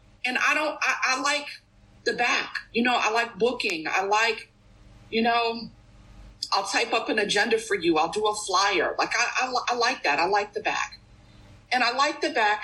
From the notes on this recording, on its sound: at the Bronx Big Book zoom meeting